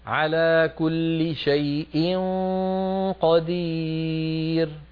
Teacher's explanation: فخم الغنى عند الإخفاء عند القاف